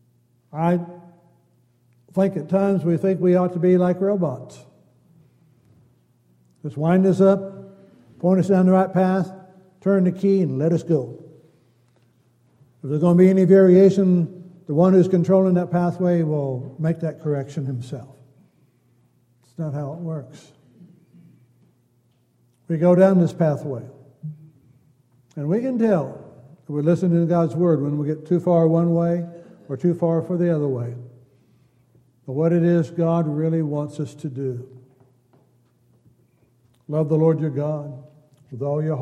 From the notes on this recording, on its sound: Downtown Church Of Christ Audio Sermon